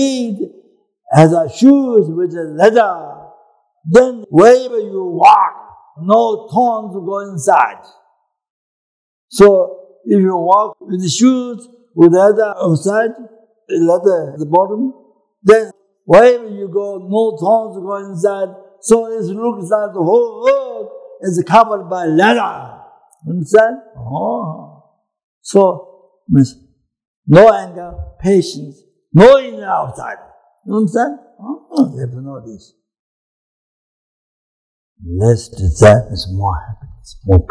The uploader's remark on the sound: The teaching for this episode was recorded on December 10, 2017, at Kopan Monastery, Nepal.